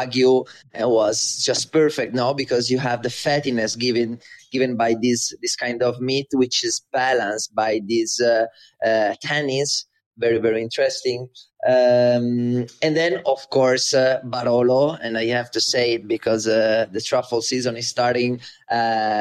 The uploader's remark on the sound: These sessions are recorded from Clubhouse and replayed here on the Italian Wine Podcast!